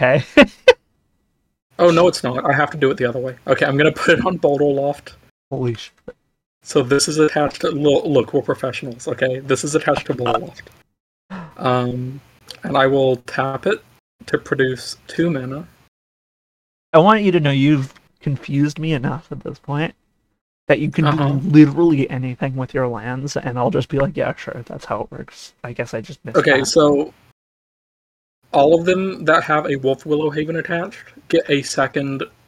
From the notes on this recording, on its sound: Apologies for the low quality, my OBS settings for recording and streaming got jumbled.